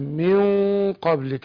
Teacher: النون ساكنه بعدها قاف، بنخفي النون عند القاف بس بنفخم الغنه عشان القاف حرف استعلاء، حرف مفخم · Term: اخفاء